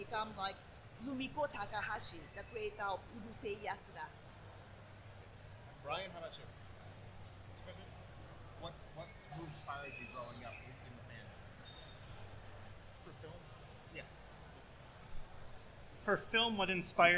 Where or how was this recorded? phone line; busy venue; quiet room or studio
busy venue